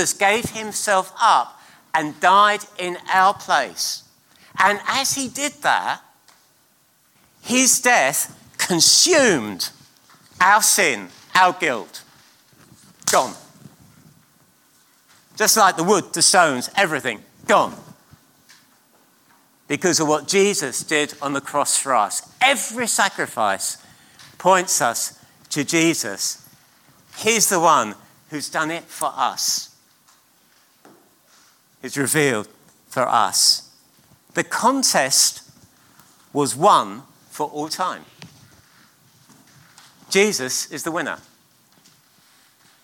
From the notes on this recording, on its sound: at King's Church, Cockermouth